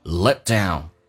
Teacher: Let 的 t 要去掉不是 let down,因为两个辅音在一起只用发后面一个气流阻塞一下